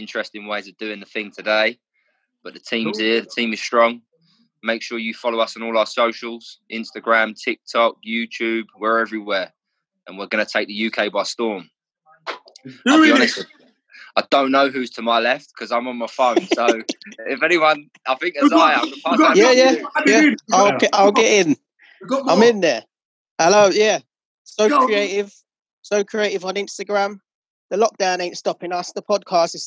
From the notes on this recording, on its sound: recorded this weeks podcast via a zoom call